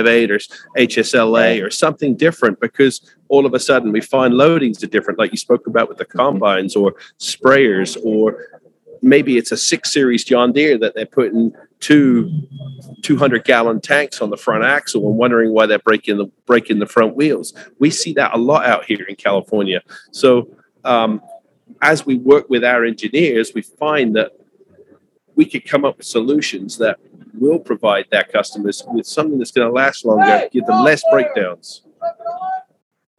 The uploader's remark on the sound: On the Move With Axon Tire – Live From the World Ag Expo. Live from Tulare and discuss the technology at the show.